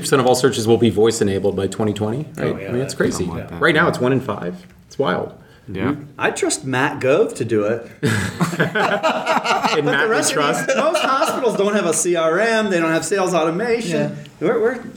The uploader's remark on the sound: Live from #HMPS18